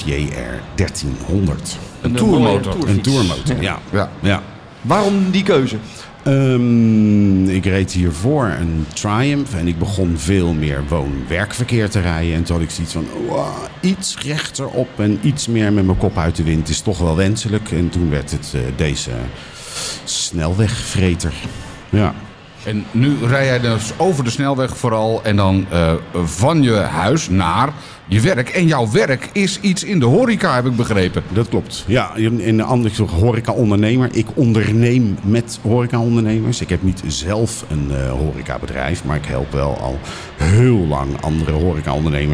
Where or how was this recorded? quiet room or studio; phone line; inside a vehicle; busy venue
busy venue